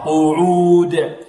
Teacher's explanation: والدال مقلقلة من حروف قطب جد · قاف مفخمة والعين ماذا؟ مرققة